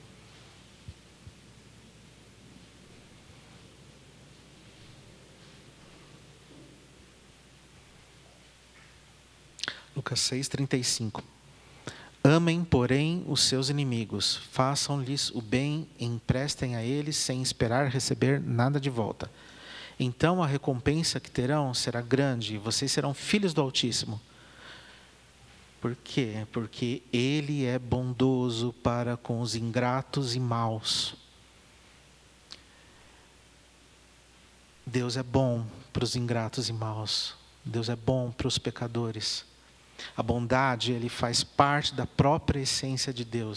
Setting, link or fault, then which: setting, large echoing room